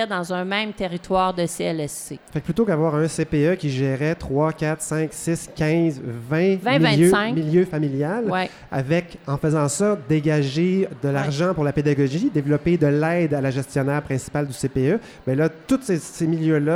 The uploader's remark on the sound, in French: enregistré lors du dernier congrès des cadres en CPE à St-Hyacinthe